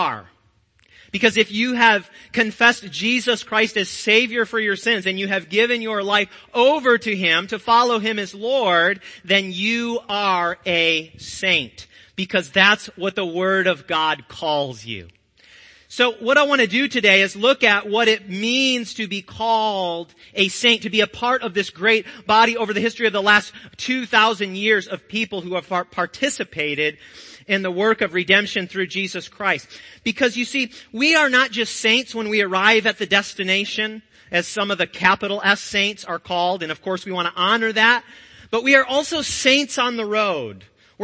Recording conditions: large echoing room